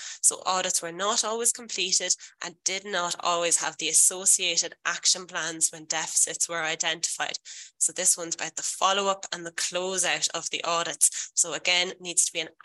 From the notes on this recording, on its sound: This podcast is a recording of a webinar